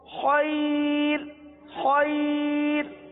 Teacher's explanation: تو را ساکن سے پہلے یا ساکنہ، را کو باریک پڑھیں گے.